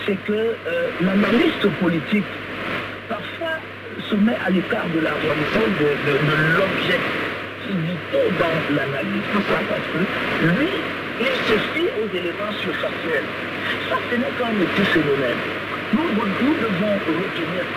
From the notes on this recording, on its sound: Recorded in Europe February 5, 2023 at 12.00 UTC, the shortwave frequency of 21500 kHz. Recorded using Kenwood R-5000 receiver and Wellbrook ALA 1530+ antenna placed very close to the building wall (therefore gathering some noise interference).